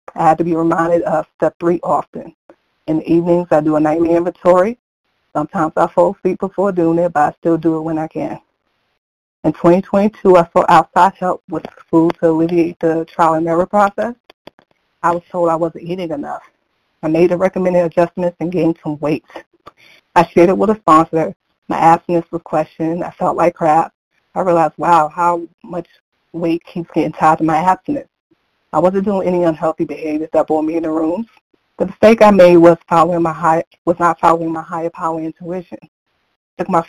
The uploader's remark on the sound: from the 100 Pounders Phone Meeting